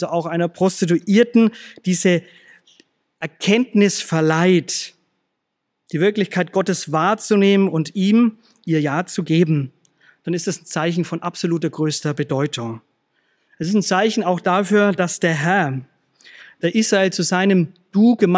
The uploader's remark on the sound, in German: aus dem Schwarzbrot-Gottesdienst der Missionsberg-Gemeinde (LM) vom 27.